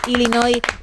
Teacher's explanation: Así que Illinois y la S. Así que sin pronunciar la S final